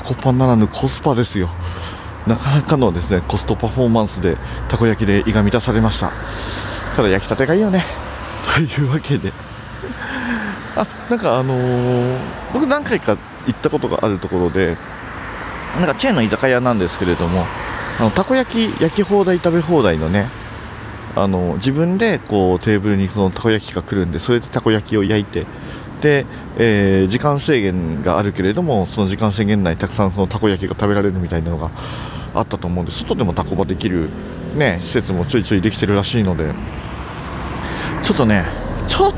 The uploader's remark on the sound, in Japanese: 2020年2月ごろに録音したお蔵出し音源をサルベージ！外を歩きながら。